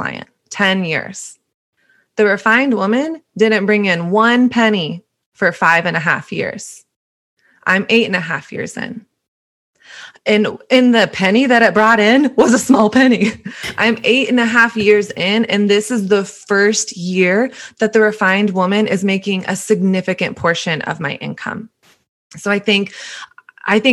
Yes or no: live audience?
no